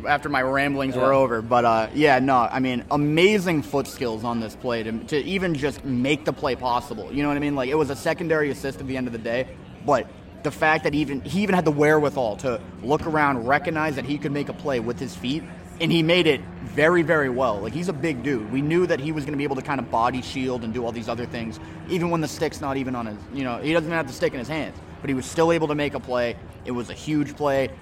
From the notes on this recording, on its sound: LIVE from the Homecoming tailgate!